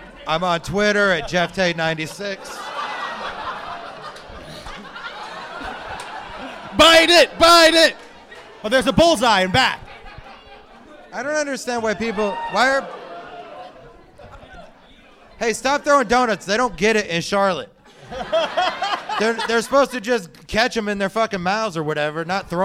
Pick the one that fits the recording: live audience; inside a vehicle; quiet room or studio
live audience